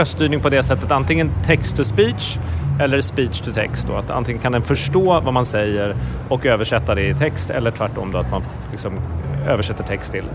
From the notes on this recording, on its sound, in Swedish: I kanske det mest stökiga avsnittet hittills i poddserien. Vi spelar in avsnittet på Hiltons balkong, och Austin visar prov på att vara live music capital of the world.